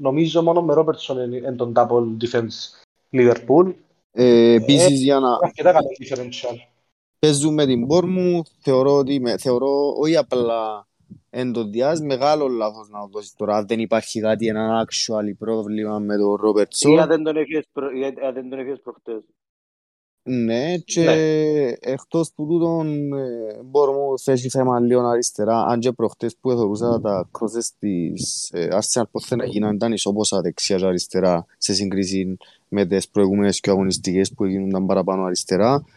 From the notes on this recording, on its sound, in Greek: Live συζήτηση στο discord του FPL Cyprus.